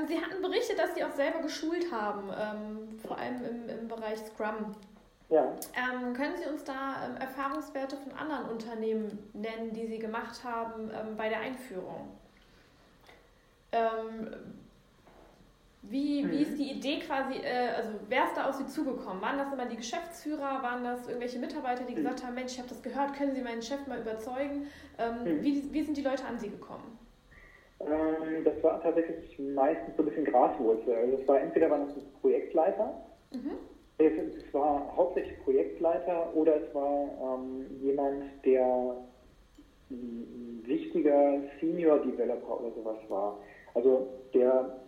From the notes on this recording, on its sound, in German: Ich bitte die Tonqualität zu entschuldigen...